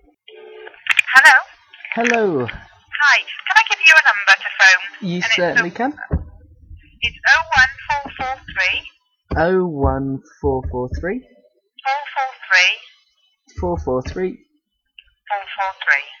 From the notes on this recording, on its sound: Phoning around powys. A low-quality recording of all the phone calls.